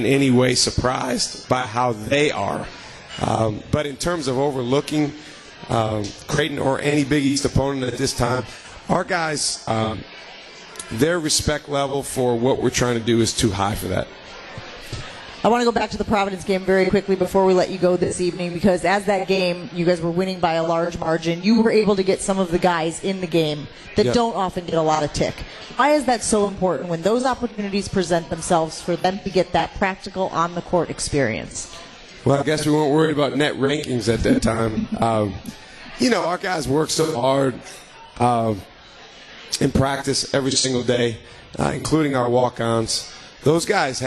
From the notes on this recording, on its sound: LIVE from MOTOR Bar & Restaurant